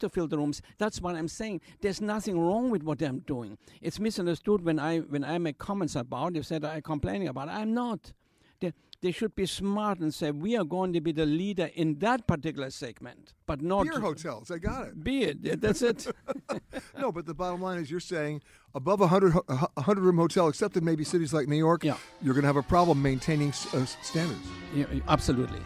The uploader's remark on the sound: comes from the Forbes Travel Guide Luxury Summit at the Beverly Hilton Hotel in Beverly Hills, California